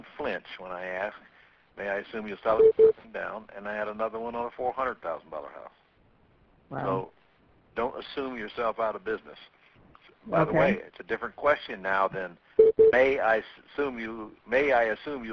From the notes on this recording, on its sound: 2014-06-09 Q&A Call